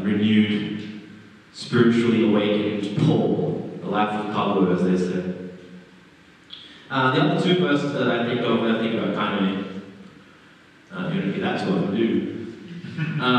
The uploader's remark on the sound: Terrible audio quality